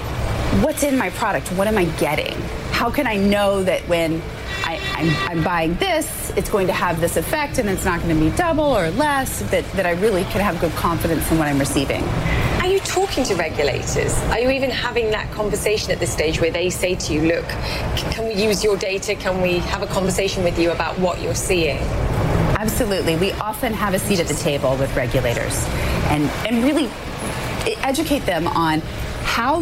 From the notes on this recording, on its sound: live from the New York Stock Exchange